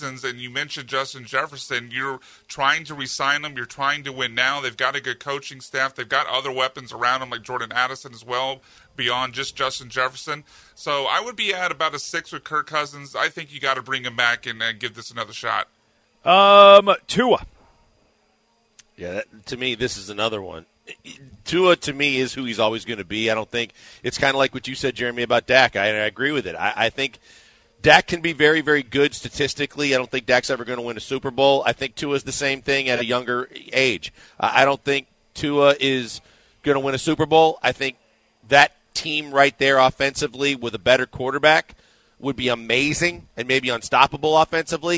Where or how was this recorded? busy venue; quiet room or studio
busy venue